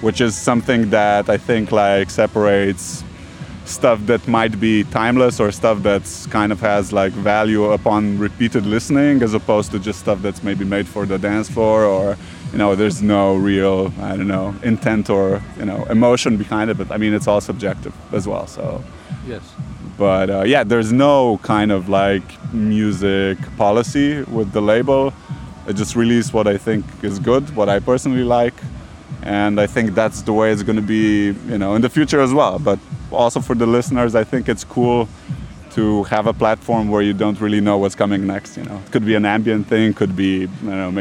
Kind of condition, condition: setting, busy venue